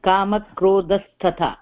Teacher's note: विसर्गस्य परे तकार अस्ति इति कारणतः तत्र सकार विसर्गस्य स्थाने सकार आयाति